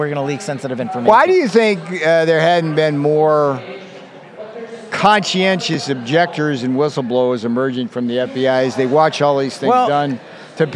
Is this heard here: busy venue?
yes